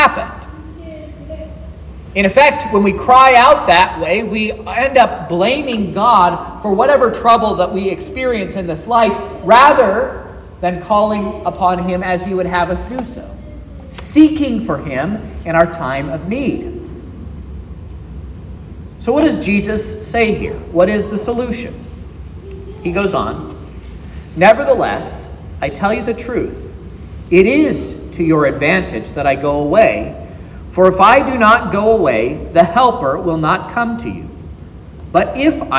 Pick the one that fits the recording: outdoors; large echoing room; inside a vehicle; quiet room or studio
large echoing room